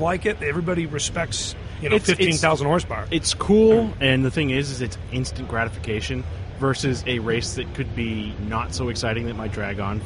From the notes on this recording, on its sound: SEMA 2016. Live from the SEMA show floor.